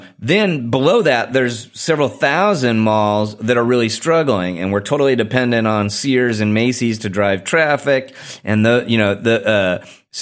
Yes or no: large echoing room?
no